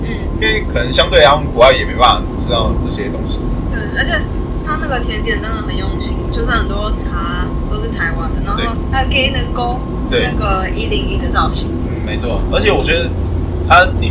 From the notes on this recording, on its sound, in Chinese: 這次在車上錄音的，所以音質很差